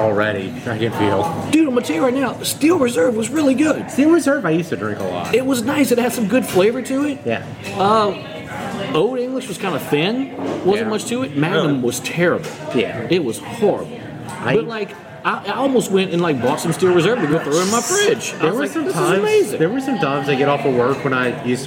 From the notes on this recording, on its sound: at Cypress Coast Brewing in Baton Rouge